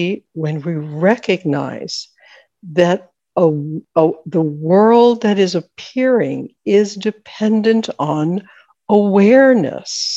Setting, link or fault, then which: link, video call